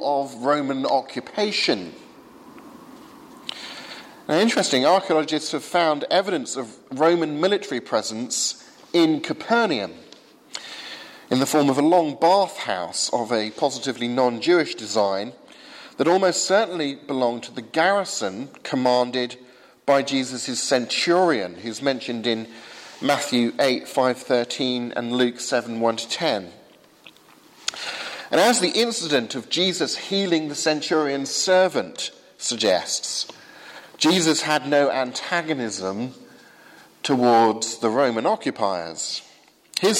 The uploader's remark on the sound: Sermon from 8 am service at Highfield Church Southampton